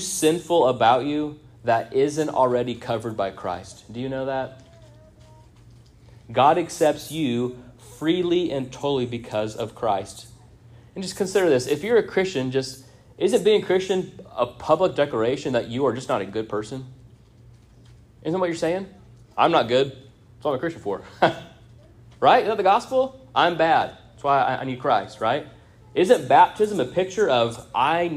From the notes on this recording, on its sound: This sermon was first preached on 05-07-23 at Union Baptist Church in Orrick, MO.